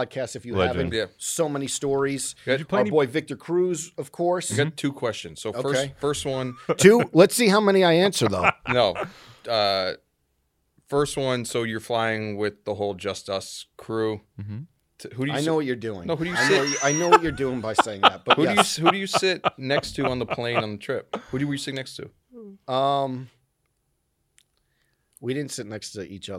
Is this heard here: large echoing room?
no